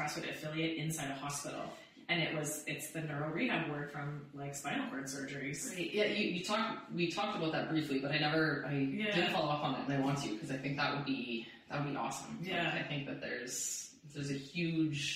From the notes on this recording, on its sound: Apologies for the audio on this one guys. We lost the file from the mics unfortunately.